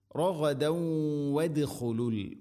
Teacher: റഗദൻ വദ്ഖുലു തൻവീന് ശേഷം വ വന്നാൽ ഇദ്ഗാം ബിഗുന്ന റഗദൻ വ മണിച്ചുകൊണ്ട് ഉച്ചരിക്കണം, തൻവീനിനെ വയിലേക്ക് ഇദ്ഗാം ചെയ്യണം.